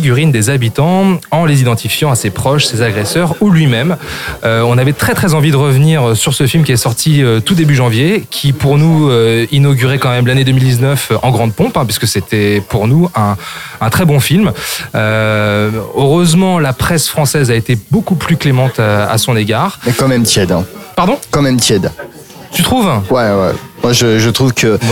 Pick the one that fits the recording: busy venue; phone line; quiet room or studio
busy venue